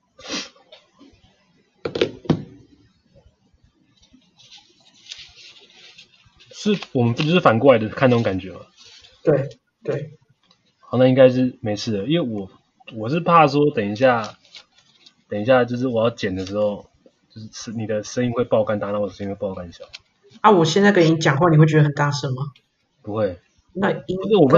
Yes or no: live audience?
no